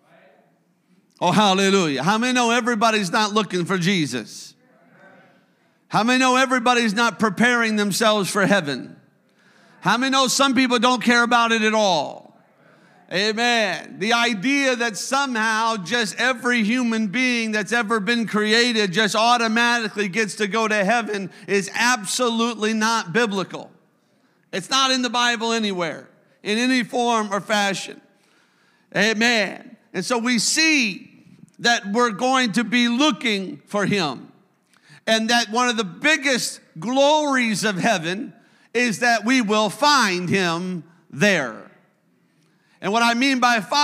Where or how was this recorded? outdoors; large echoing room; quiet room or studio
large echoing room